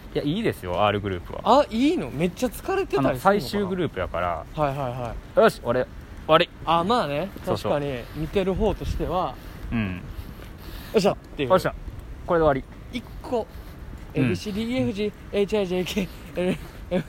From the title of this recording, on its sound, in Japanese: 安全第一お散歩収録